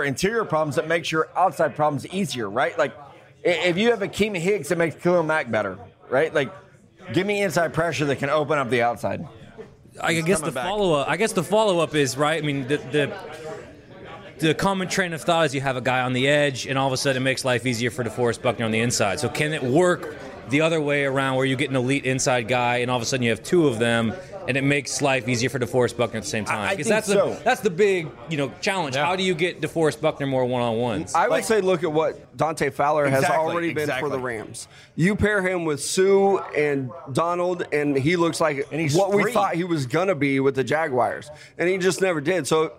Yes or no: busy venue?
yes